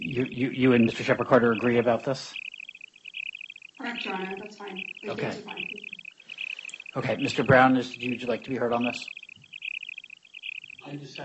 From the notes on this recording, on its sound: Audio of hearing held in the Yellow Corp. bankruptcy proceedings pending in Delaware. The hearing starts approximately 2 minutes and 20 seconds into the recording. Sorry about the sound... The audio recording is the official court audio and was posted this way to the court's docket.